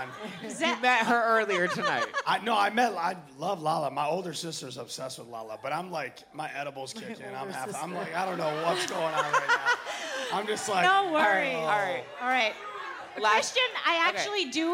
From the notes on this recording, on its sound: Live in LA. Live from The Bourbon Room in Hollywood.